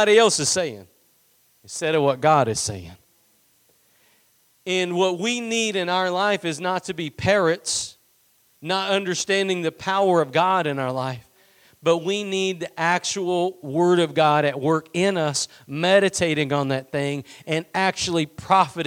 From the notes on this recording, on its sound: Preached at Gospel Lighthouse in Bossier City, La.